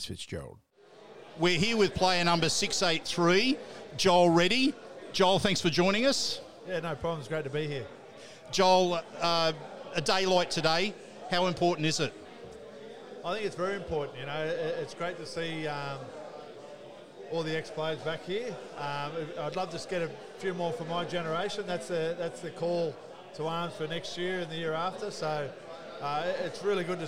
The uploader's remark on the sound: Sounds From The 2023 BGA Reunion Luncheon. Was working the microphone as he caught up with a cracking group of former players and officials.